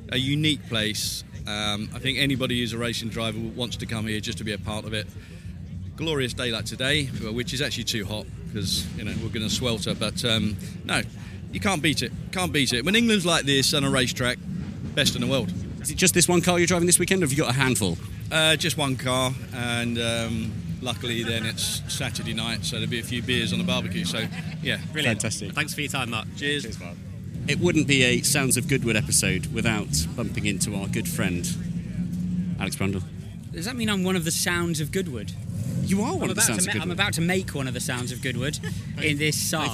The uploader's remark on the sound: A feature-length podcast recorded at the 2023 Goodwood Revival Meeting. This feature-length episode also captures some of the many atmospheric sounds from the event and the hub of activity, the assembly area.